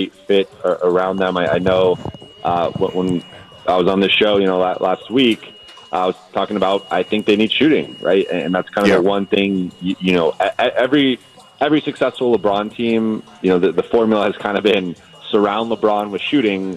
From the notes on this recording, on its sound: broadcast live from Chargers Training Camp at Jack Hammet Sports Complex